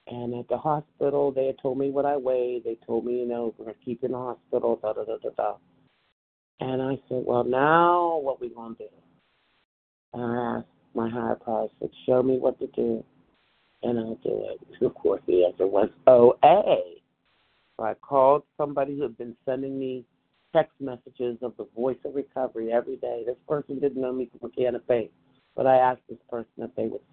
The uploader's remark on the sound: from the 100 Pounders Phone Meeting, 1/17/24